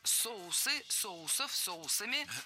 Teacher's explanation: Но я не могу не напомнить, что это неверно. Ударение в слове «соус» всегда должно сохраняться на первом слоге. Поэтому «соусы», «соусов», «соусами».